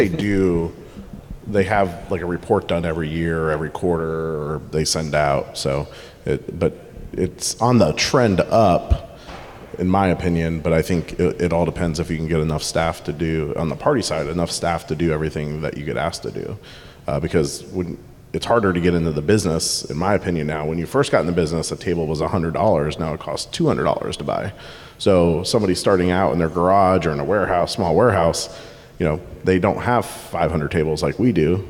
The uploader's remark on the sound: At Point of Rental's 2023 International Conference, we welcomed several rental leaders up to the stage.